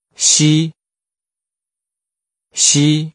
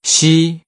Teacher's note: West has a high level tone.